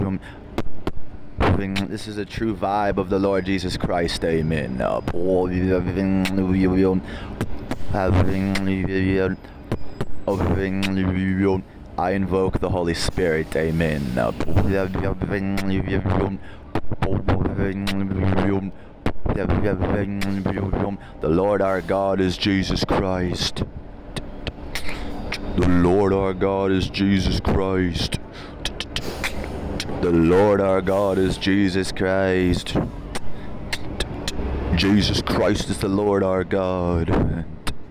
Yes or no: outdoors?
yes